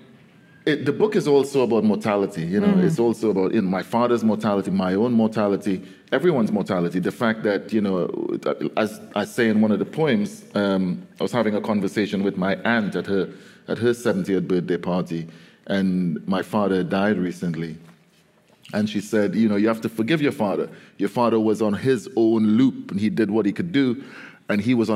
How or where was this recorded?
live audience